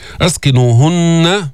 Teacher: لابد من بيان الغنة في النون المشددة